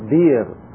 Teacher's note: هنا الهمزة ساكنة وما قبلها مكسور فنبدل الهمزة إلى ياء